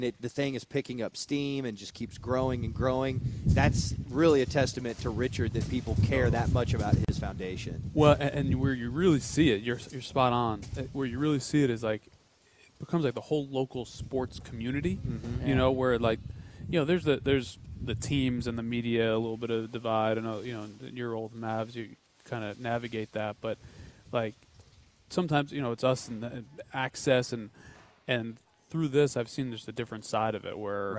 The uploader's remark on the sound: live from the Do It For Durrett event